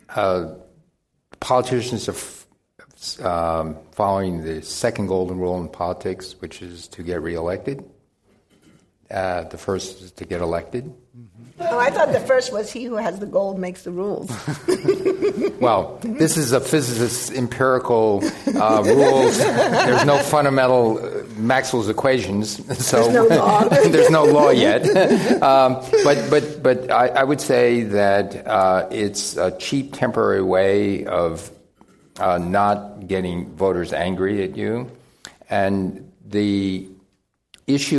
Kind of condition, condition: setting, live audience